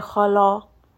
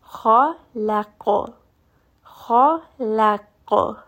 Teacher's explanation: Kha-la-qo. So lam, you can hear, is very light · Shown in: second take · We will have to pay a little bit of extra caution to make sure that lam does not become heavy. So we are not going to say khalaq. · Term: light letter